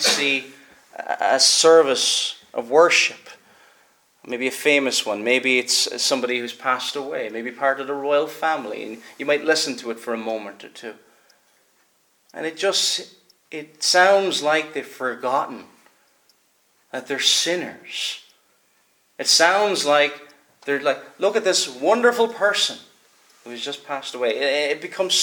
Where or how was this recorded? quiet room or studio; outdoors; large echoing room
large echoing room